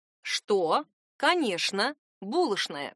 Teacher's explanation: «Что?» «Конечно!» «Булошная!» Правда, произношение «шн» больше характерно для москвичей. «Булошная» — это старомосковская норма, а произношение «чн» — для жителей Петербурга.